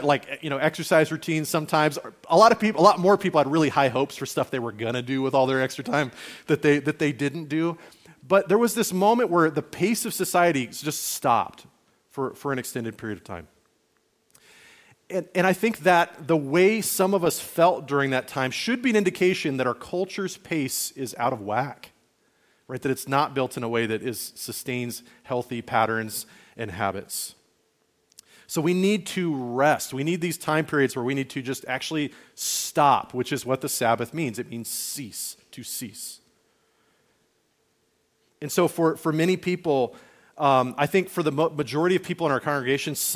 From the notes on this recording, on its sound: Message recorded on February 11, 2024, at Liferoads Church in Spokane, Washington.